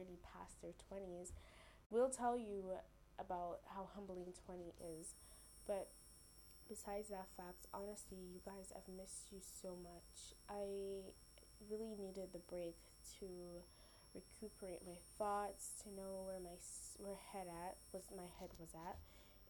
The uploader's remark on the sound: I am sorry about sound the little tech skill died along with the podcast schedule.